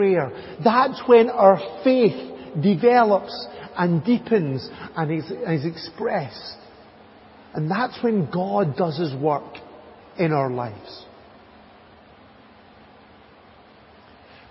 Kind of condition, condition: setting, large echoing room